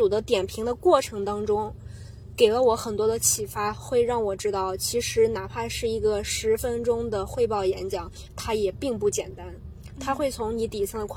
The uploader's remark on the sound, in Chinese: 在去白云机场路上录制，飞机上剪辑，落地即发布。